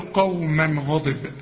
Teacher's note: عند الوصل بعدها غين، الغين من حروف الاظهار، مش هغن، اقول قوما غضب، ما اقولش قوما غضب، قوما غضب.